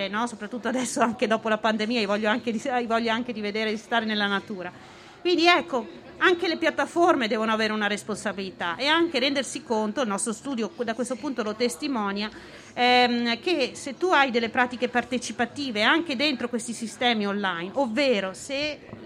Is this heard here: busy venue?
yes